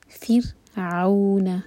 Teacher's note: عین پر فتحہ عین لائٹ ساتھ میں واو تو مدلین ہوا